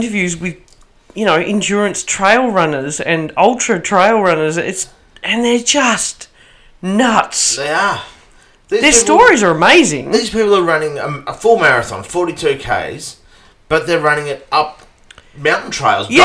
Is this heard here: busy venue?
no